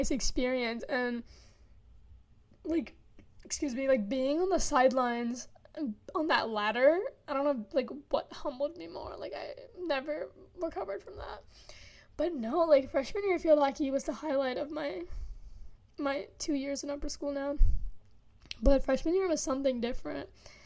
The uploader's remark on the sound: Plese ignore if i breathe into my mic or awkward moments.